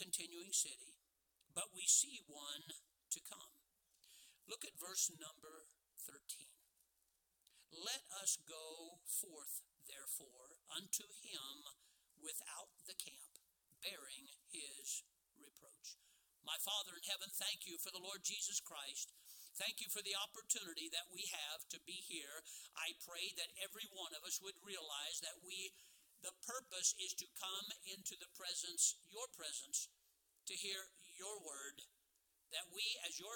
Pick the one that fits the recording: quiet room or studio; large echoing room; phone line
large echoing room